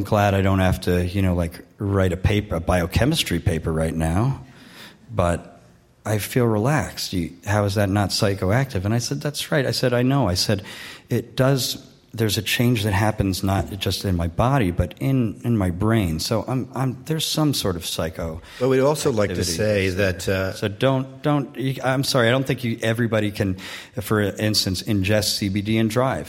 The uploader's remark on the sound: Q&A with Live Audience. Answer questions from a live audience at the Lafayette Library in Lafayette, CA.